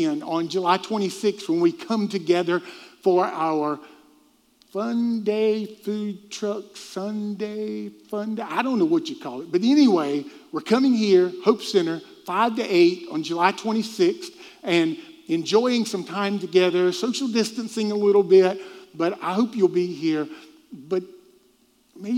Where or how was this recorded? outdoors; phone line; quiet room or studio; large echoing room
large echoing room